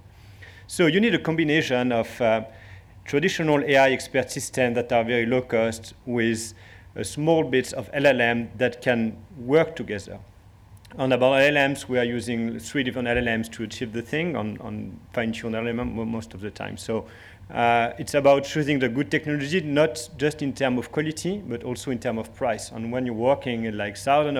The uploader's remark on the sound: This episode of the Broadcast Tech Talks podcast is the full recording of a speaker session at the AI Creative Summit held at BFI Southbank, London on 16 November.